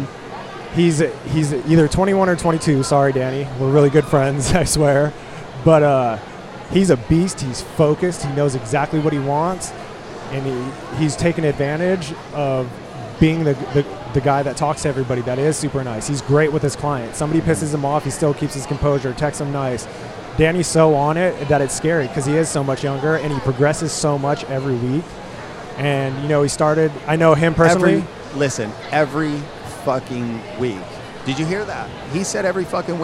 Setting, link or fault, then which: setting, busy venue